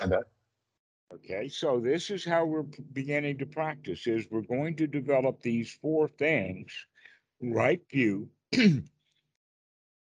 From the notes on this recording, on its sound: Skype calls on this channel.